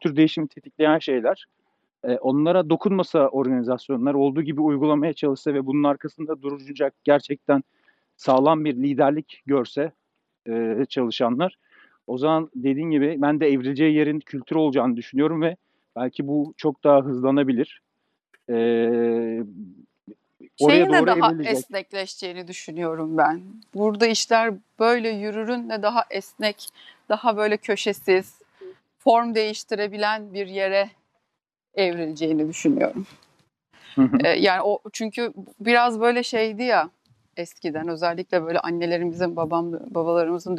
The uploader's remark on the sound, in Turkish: Agile Walks. Yürüyüş yaparken Agile sohbetlerini kayıt altına aldıkları keyifli bir podcast serisi.